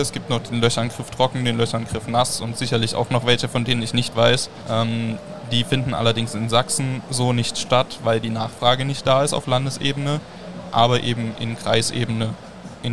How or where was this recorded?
busy venue